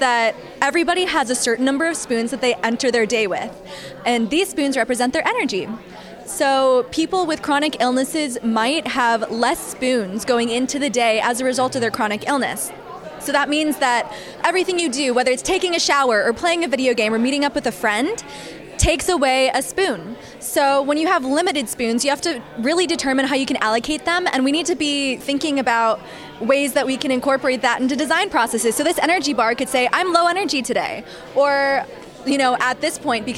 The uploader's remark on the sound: Poster Session Interviews from XR Access Symposium 2023